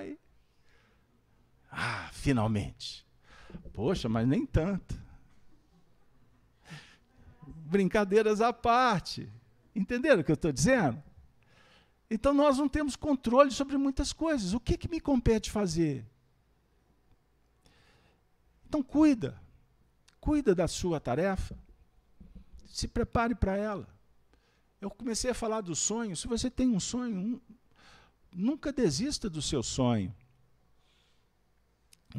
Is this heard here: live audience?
yes